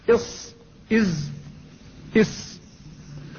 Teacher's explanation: والصفير مستكن، والصفير أي وأحرف الصفير وهي السين والصاد والزاي، هذه الأحرف مستكنة أي مختفية منه، أي من طرف اللسان ومن فوق الثنايا السفلى، فيلتصق طرف اللسان أي رأس اللسان بالثنايا السفلى، بأعلى الثنايا السفلى، فتخرج هذه الحروف الثلاثة التي هي السين والصاد والزاي إص إز إس، فتخرج من بين رأس اللسان وهو طرفه وأعلى الثنايا السفلى.